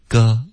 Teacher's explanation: 英文呢是有滑动的，所以英文是 go 也是需要嘟嘴 · Term: 双元音